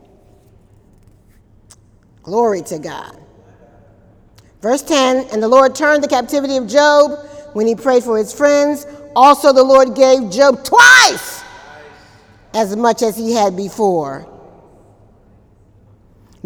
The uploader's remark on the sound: During Wednesday night service on August 15, 2018